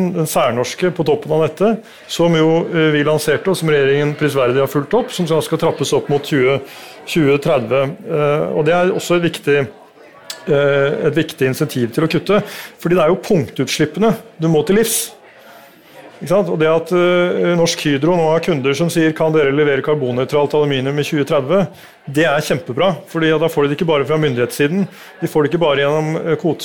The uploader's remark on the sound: Klimaoptimistene live fra Zerokonferansen 2022